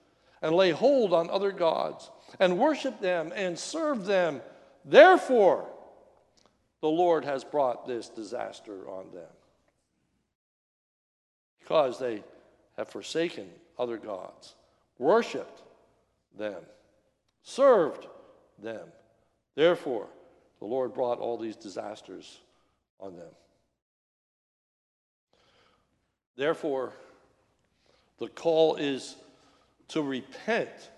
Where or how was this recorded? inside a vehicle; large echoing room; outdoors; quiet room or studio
large echoing room